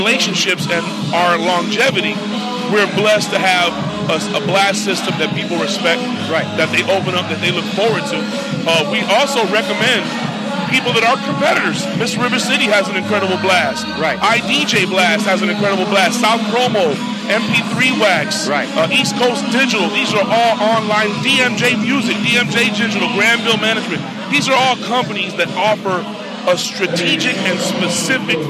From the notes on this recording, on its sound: We were live at the ATL Record Pool a, semi-annual event held in Atlanta